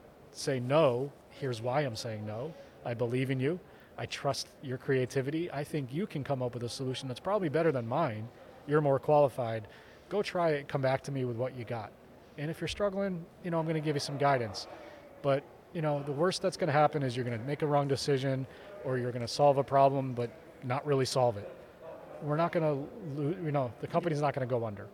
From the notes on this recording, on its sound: From the GBMP Northeast Lean Conference!